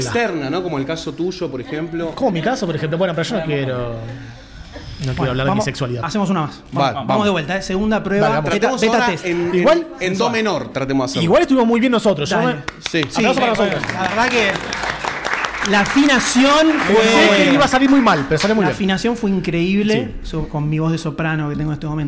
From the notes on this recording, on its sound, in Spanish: ¿Y qué ocurre cuando se graba un podcast sobre este film frente a una audiencia de decenas de personas, todas ávidas por opinar? Episodio grabado en vivo, in the flesh, en la #LunfaBlockParty.